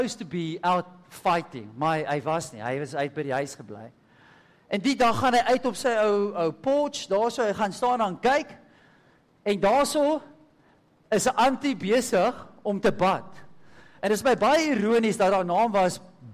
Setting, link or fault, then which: setting, large echoing room